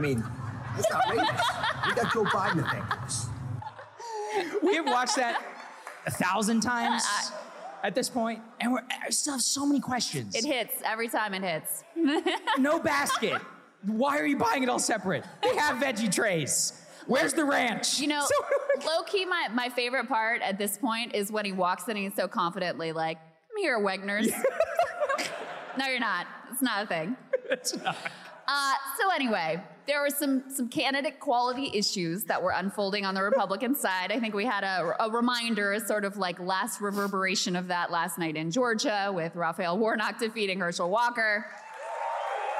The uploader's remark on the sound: Highlights from our recent live show in Boston!